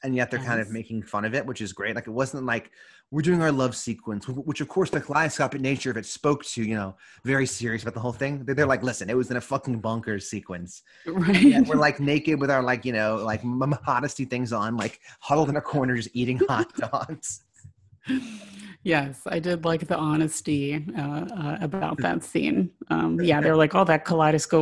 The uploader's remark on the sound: Many of our favorite people got together on Zoom (oh, the great equalizer).